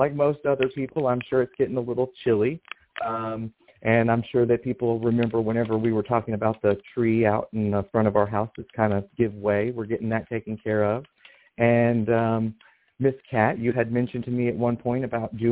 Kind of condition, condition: link, phone line